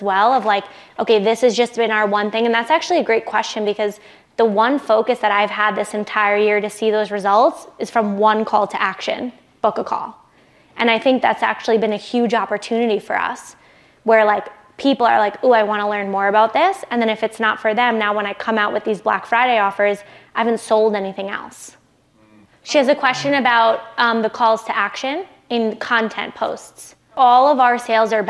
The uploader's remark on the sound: I'm sharing a behind the scenes look at the keynote I gave to a room full of 6, 7, and 8 figure entrepreneurs in Whitefish, Montana.